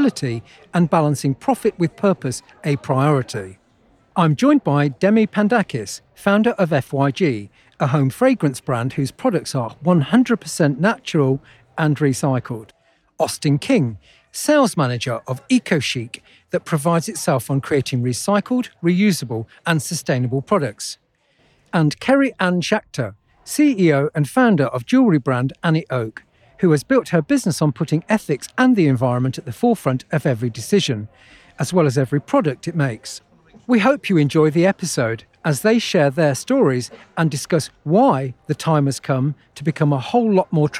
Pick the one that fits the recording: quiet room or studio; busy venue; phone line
busy venue